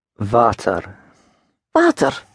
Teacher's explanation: So the W is pronounced like a V and is a real long open ah sound with a slight touch of the R at the end.